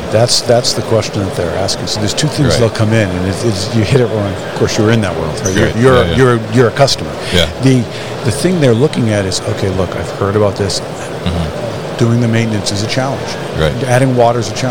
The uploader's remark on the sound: Enersys at MODEX 2022